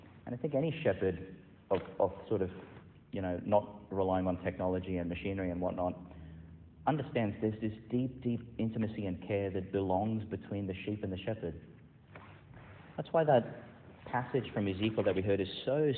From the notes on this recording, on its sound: delivered in Our Lady Star of the Sea Church, Gladstone, Qld, Australia